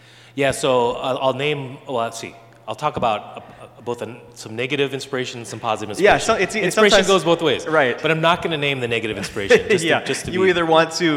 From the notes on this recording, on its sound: A LIVE conversation at Beloit College. Hear the live conversation and audience Q&A!